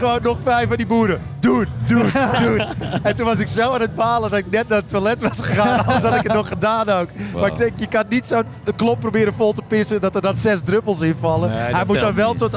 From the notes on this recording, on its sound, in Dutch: Een bijzondere aflevering, opgenomen in de backstage van de Zwarte Cross 2023 met de comedians die speelden in De Schaterbar.